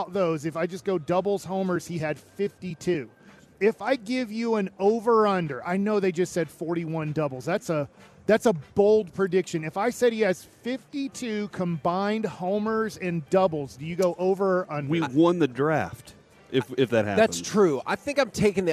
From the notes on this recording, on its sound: LIVE from Radio Row in Las Vegas!